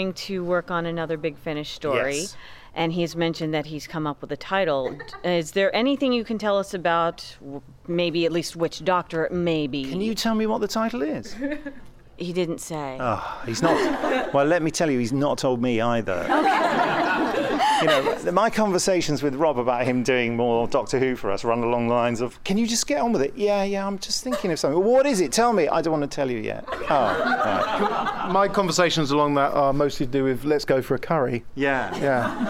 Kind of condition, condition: setting, live audience